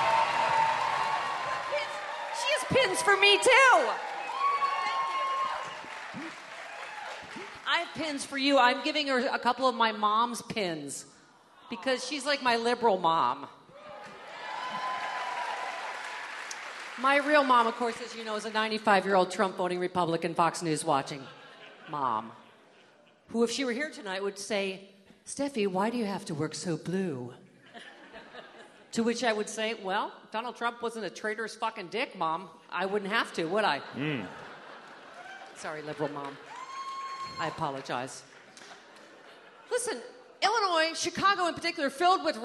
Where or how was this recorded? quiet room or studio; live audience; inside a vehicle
live audience